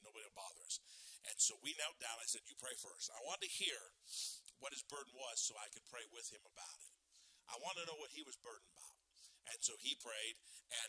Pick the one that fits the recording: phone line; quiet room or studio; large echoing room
large echoing room